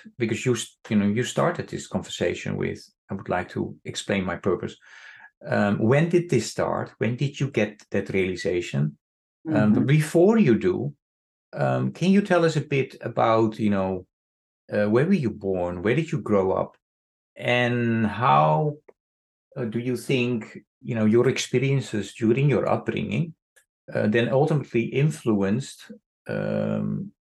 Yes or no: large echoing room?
no